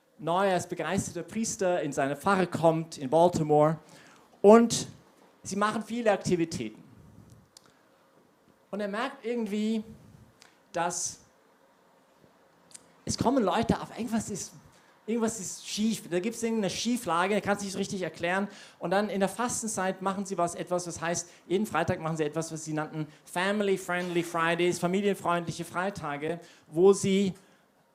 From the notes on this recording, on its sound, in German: Predigt aus der YP Messe